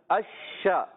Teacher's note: शीन जब अदा करते हैं उसमें एक सिफत पाई जाती है जिसका नाम है तफशी, मुँह में आवाज़ फैलती है